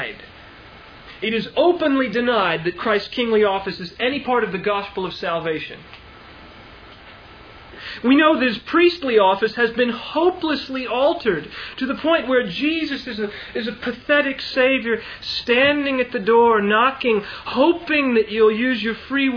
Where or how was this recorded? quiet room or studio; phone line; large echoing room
large echoing room